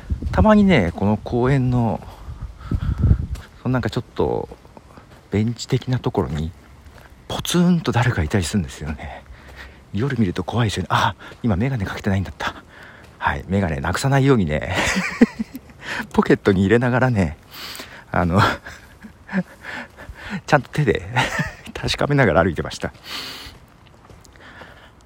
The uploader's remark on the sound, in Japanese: 夜道を歩きながら